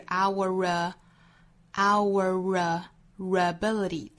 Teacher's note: our 美音之中发成 our，所以尾部会有一个 r 的音，再跟后面的 ability 去连读 · Term: 小 r 的发音